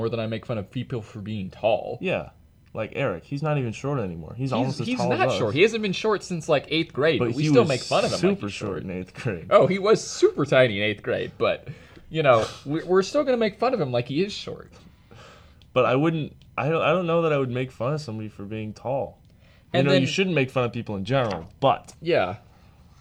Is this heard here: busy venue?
no